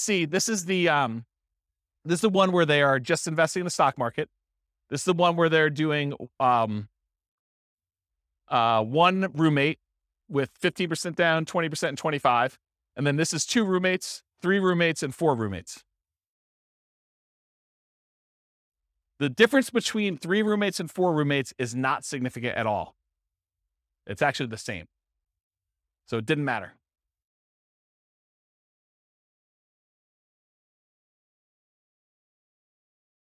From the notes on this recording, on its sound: This was a live class recorded